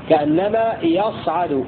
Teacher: قرأ ابن كثير بإسكان الصاد وتخفيف العين بالألف في كأنما يصعد في السماء، كأنما يصعد هكذا يقرأ ابن كثير من صعد يصعد.